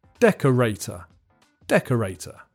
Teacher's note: The main stress is on the first syllable, and there's a secondary stress on the third syllable.